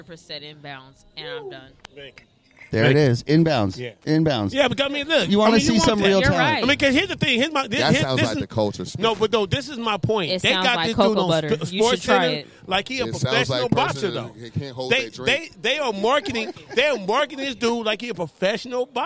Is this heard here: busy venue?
yes